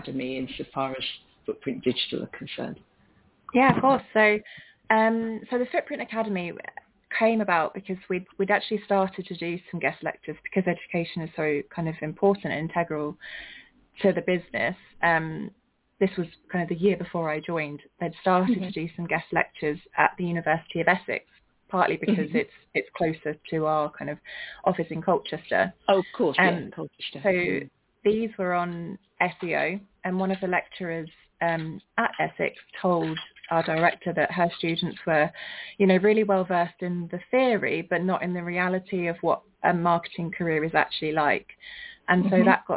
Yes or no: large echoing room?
no